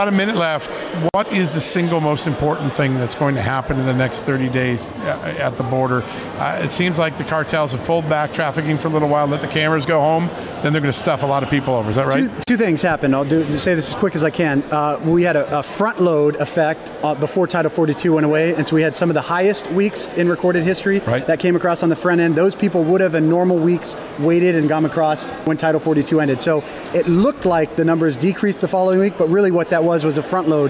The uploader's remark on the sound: Live from NRB. Live from the National Religious Broadcasters Convention in Orlando, Florida.